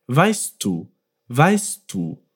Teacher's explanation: wir müssen nicht weißt du so getrennt aussprechen. Der T und D machen eigentlich nur einen einzigen Klang.